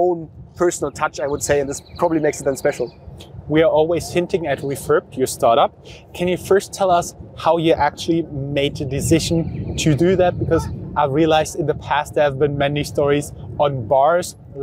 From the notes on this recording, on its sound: This interview was recorded outside of the EU Startups Summit 2023 on April 20th in Barcelona.